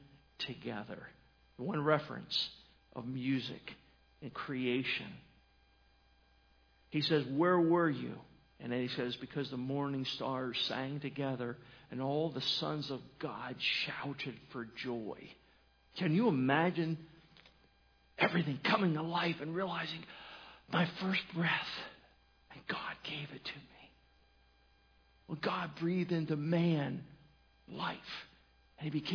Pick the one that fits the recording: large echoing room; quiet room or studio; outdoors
large echoing room